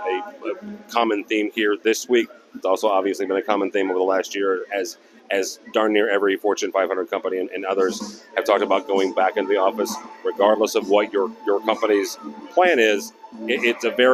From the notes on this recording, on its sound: Live From Orlando, It’s Enterprise Connect 22. Enterprise Connect is back in person, and we talk to many industry professionals about the collaboration space.